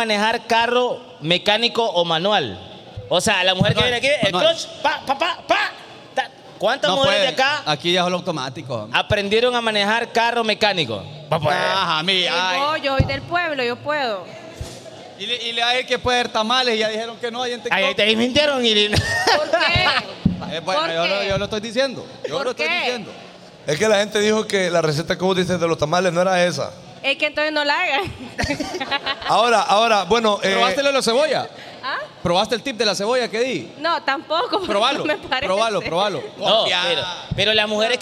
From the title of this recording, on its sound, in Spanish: desde CerveceriaLa20